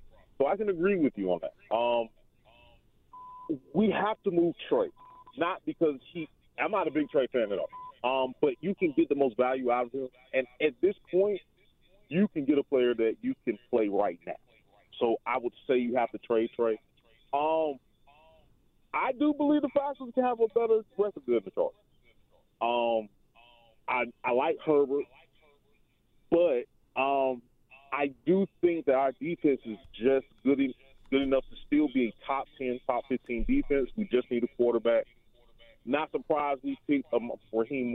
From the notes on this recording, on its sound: talks to the callers